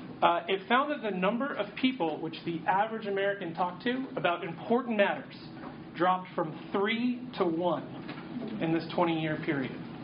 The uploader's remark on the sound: audio from a workshop